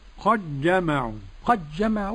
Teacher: قرأ بإدغام دال قد في الجيم